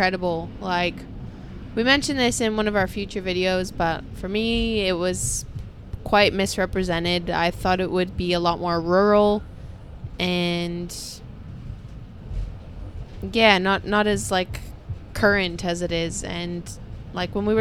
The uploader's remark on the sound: First EVER Podcast Recorded From a Sleeper Train In Vietnam? We recorded live from our 32-hour sleeper train from Hanoi to Saigon, it didn't go perfect but we did our best. This episode was recorded live from Vietnam in June 2022.